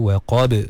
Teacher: Iza waqab, ada ba yang qalqalah kat situ